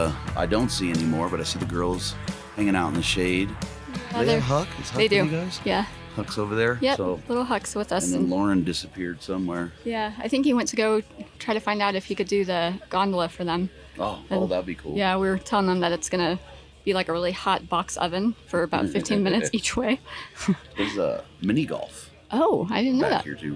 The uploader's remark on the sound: Live from Mountain Archery Fest.